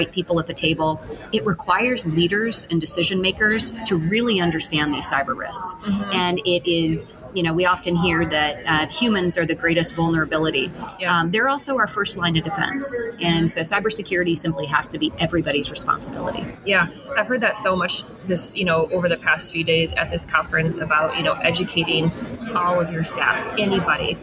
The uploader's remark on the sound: Recorded at TribalNet. During TribalNet 2023.